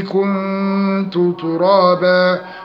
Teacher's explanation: كنت إخفاء حقيقي في كلمة واحدة، النون مع التاء